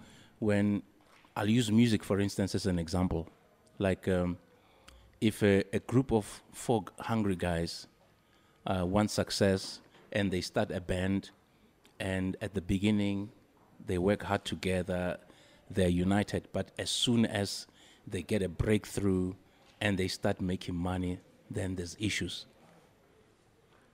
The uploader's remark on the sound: we are coming to you live from Freedom Park in Tshwane for the commemoration of this important day.